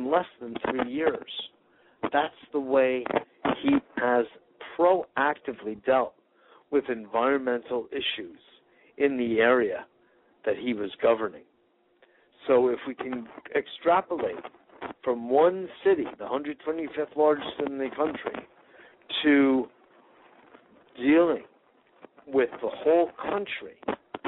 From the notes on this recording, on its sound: Today is a chance for listeners to call.